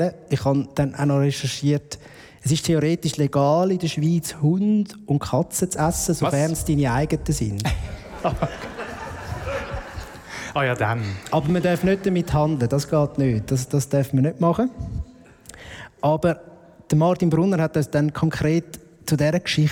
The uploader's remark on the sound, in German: Unsere erste LIVE-Episode vor Publikum.